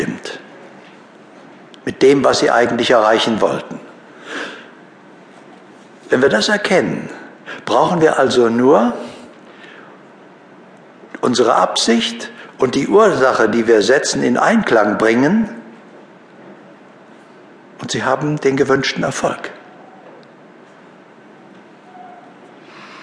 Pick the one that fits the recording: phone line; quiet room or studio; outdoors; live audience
live audience